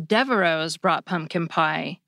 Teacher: unlike the name Fox, you don't pronounce the X at the end of Devereaux